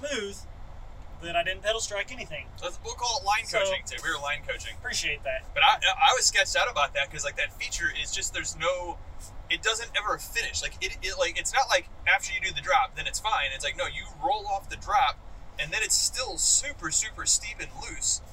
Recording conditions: inside a vehicle